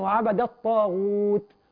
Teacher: نراعي تخليص المرقق اللي هو التاء من المفخم